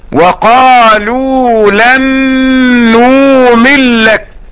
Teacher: أدغم النون في اللام مع إبدال همزة نؤمن · Term: إدغام